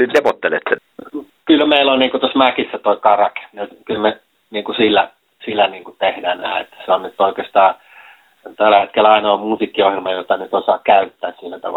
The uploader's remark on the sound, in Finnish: Helsingin Lähiradio 100,3MHz. Puhelinhaastattelussa.